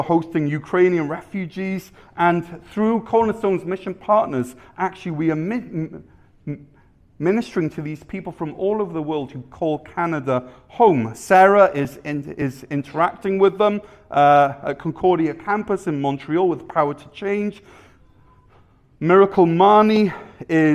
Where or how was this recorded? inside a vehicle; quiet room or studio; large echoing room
large echoing room